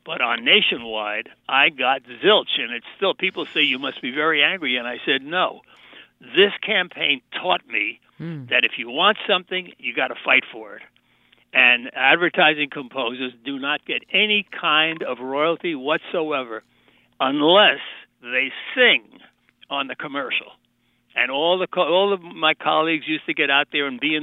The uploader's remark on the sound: Listeners call in to share the jingles that have stuck with them.